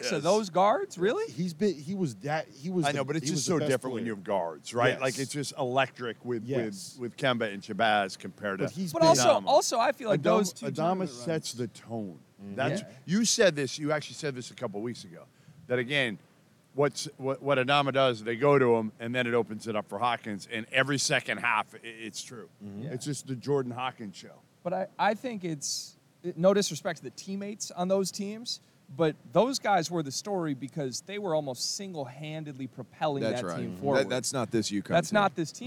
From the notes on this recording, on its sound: Final Four Reaction LIVE from NRG Stadium! Recap the Final Four games live from NRG Stadium in Houston!